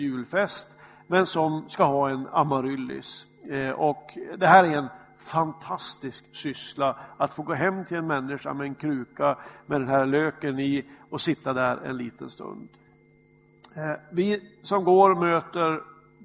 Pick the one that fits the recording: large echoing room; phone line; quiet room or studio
large echoing room